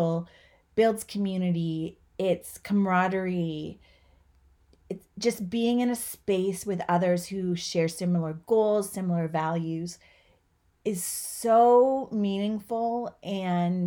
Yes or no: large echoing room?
no